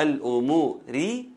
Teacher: الراء بتاعت الأمور طبعا هي مكسورة، الأموري، وبالتالي مرققة وصلا